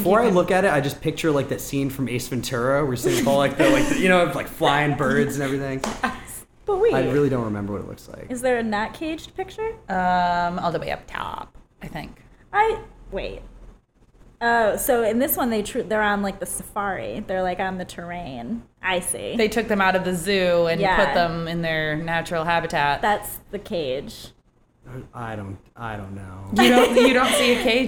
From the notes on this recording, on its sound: We recorded this one live and in person at Berben and Wolff's after hours!